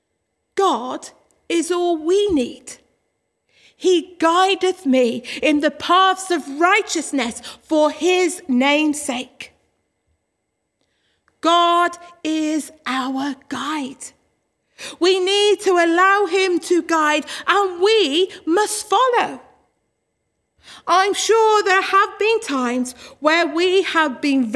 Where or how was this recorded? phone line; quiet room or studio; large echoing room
large echoing room